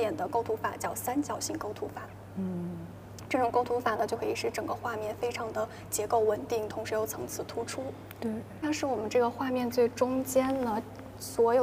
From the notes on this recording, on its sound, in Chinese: 来自伦敦V&A博物馆现场发回的“声音记录”。节目有环境噪音，已尽量处理。